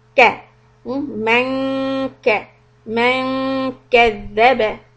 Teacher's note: In 48, we have ikhfa of man kadhaba. So we try to keep the tongue close to makhraj of kaf. So the back part of the tongue rises up to the palate.